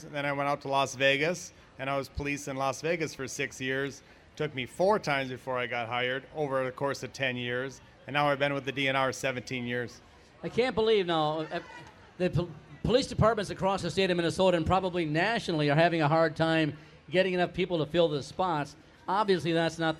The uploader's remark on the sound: Live Broadcast from the Minnesota State Fair.